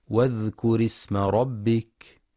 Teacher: ينتبه القارئ لهمزة الوصل فهي تسقط في درج الكلام، فلا يقرأ واذكر اسم بإظهار الهمزة، والصواب واذكر اسم ربك.